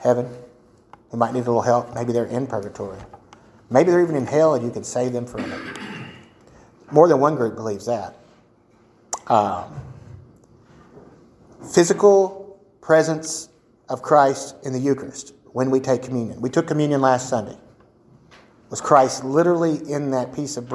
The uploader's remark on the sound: A solo episode of TDWS featuring our 1st ever recording of a Sunday School session.